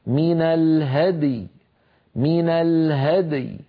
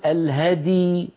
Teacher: فلابد من بيان الدال مقلقلة ومن بيان الياء ساكنة، هكذا من الهدي، فلا نقول الهدي، لا نجعل الدال تنكسر ولا نجعل الياء أيضا تنمط وتصير رخوة · Shown in: first take · يعني بمعنى ممطوطة ممدودة.